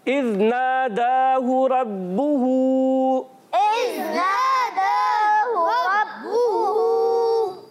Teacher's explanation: اس وا کی پیش کو لمبا نہیں کرنا